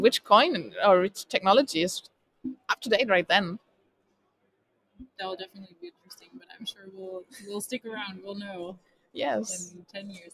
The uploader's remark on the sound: LIVE at the Crypto Assets Conference 2023A in Frankfurt